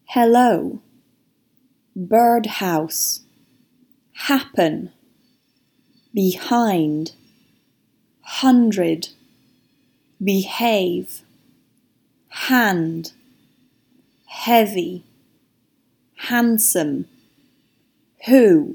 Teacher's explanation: A short burst of air should come out of your mouth, leading into the next sound. And if you put your hand in front of your mouth, you will feel it. · Term: H sound